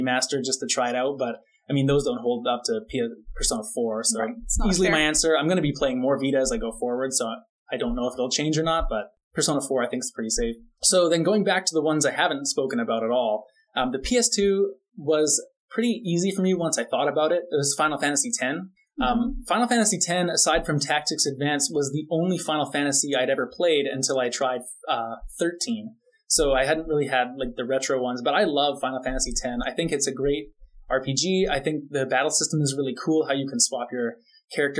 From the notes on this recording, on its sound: Apologies for the audio quality of this episode.